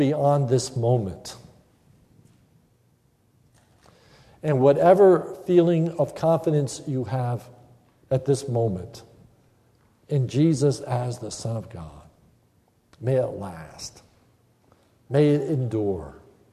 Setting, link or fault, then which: setting, large echoing room